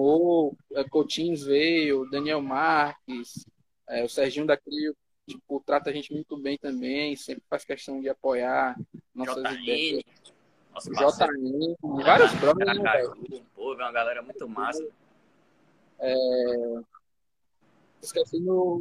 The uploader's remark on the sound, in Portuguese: Live realizada via instagram